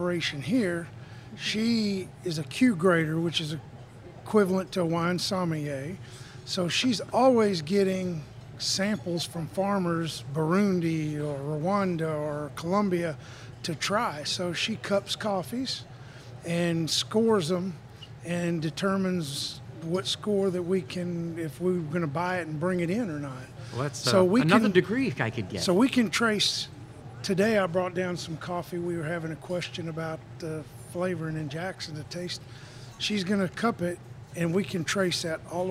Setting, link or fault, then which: setting, busy venue